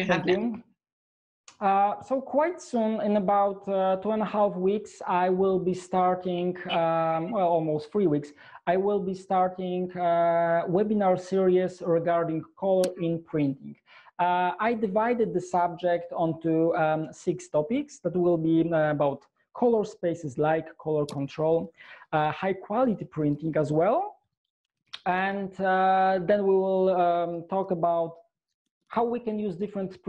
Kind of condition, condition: link, video call